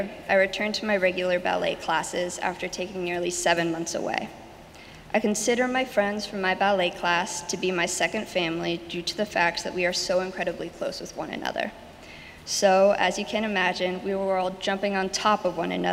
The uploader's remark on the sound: Sermons from Old South Church in Boston